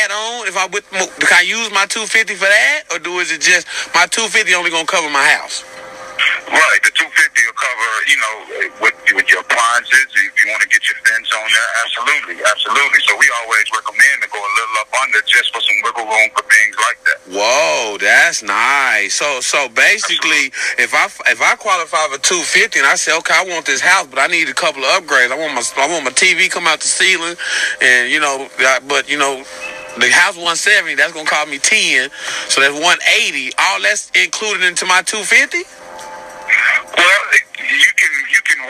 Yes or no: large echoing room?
no